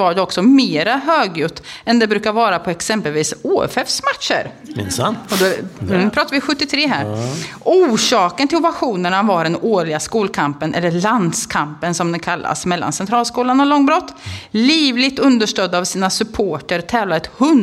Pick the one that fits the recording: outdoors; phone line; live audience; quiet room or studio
live audience